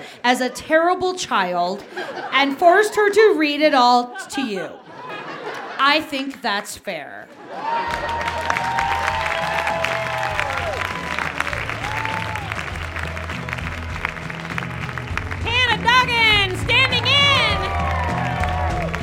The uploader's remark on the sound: These two Denver natives shared this story live on 20 February 2019.